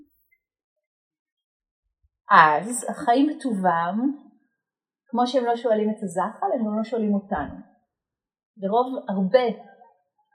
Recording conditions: poor sound quality